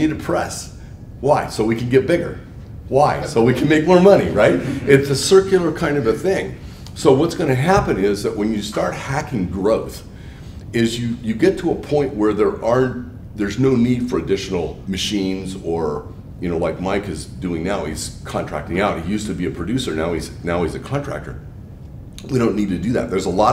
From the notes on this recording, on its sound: breakout session at Printavo’s July 2019 PrintHustlers Conference